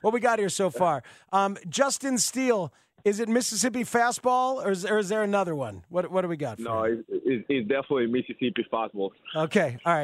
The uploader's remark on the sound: calls in live from Toronto